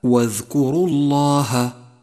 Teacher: جاء حرف اللام من لفظ الجلالة مفخما في قوله تعالى واذكروا الله، وسبب تفخيمه أنه مسبوق بحرف مضموم